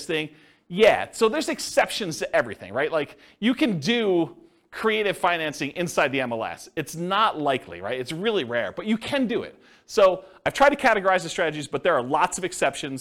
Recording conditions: live audience